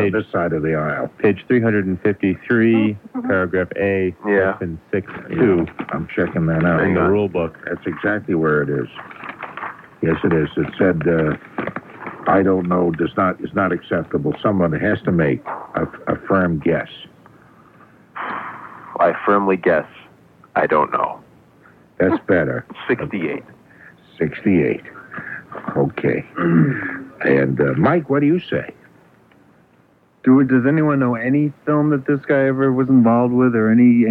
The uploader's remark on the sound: I’m on the phone from home. Producing and playing in studio.